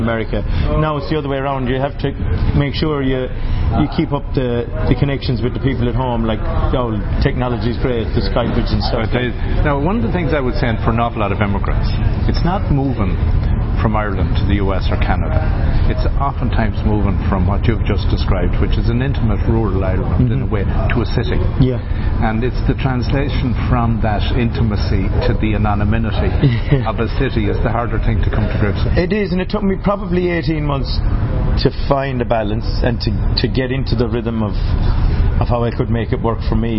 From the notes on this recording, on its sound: Sharing interviews recorded at the All Ireland Fleadh 2017 in Ennis Co Clare.